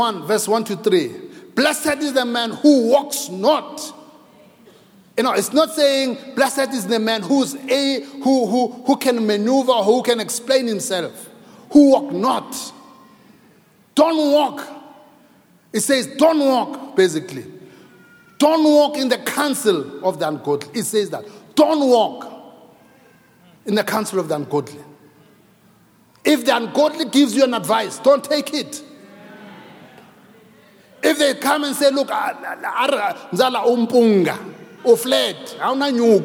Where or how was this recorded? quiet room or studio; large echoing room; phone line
large echoing room